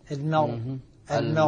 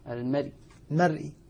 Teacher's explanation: الراء الساكنة عند الوقف عليها بالروم ترقق تبعا للراء المكسورة المرققة. طبعا الإشكال الذي ربما يصادفنا الآن في هذه المقاطع أن الروم هو ثلث الحركة.